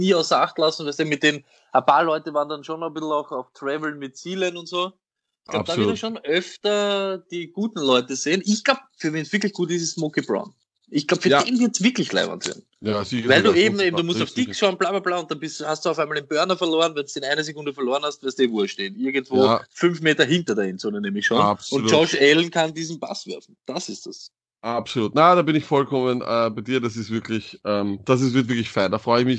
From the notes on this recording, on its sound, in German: Deswegen gibts den Stoned Lack Fantasy Football Podcast zum ersten Mal per Skype...